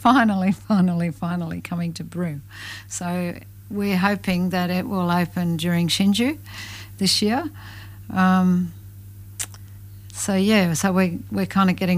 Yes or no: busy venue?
no